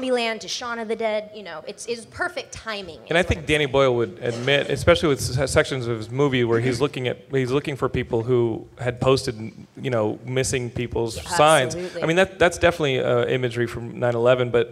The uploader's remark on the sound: At Stan Lee's Comikaze Expo 2014! Geekscape put together a panel of horror and zombie experts.